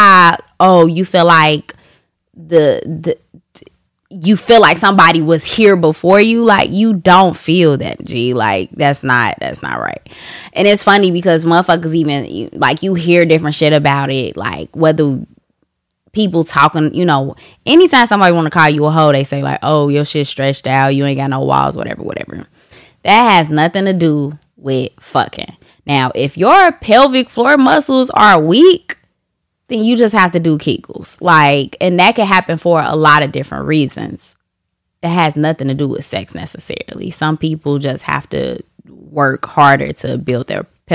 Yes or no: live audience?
no